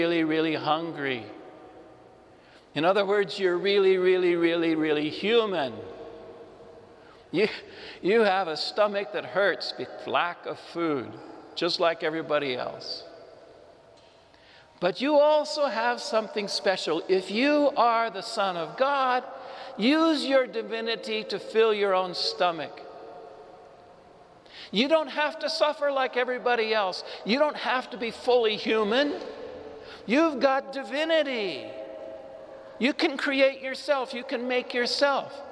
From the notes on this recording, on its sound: Homily delivered to the Saint Francis Catholic Community in Cuenca, Iglesia de San Francisco.